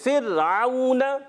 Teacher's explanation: را ساکن سے پہلے جب کبھی زیر آتی ہے تو وہ را ہمیشہ باریک ہو جاتا ہے